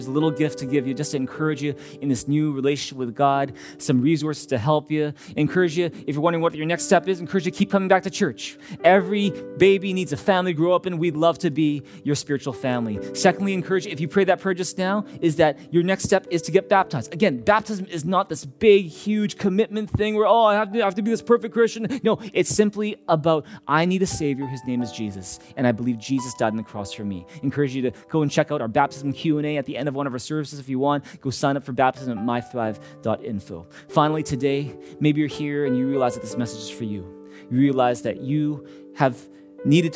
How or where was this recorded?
large echoing room